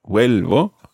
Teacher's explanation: Try not to make the v sound in there too b. Try not to make it vuelvo, which sounds a little strange. · Term: soft v sound